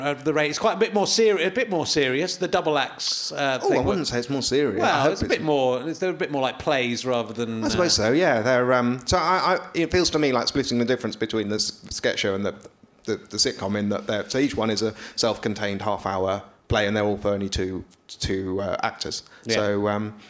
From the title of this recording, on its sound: Leicester Square Theatre Podcast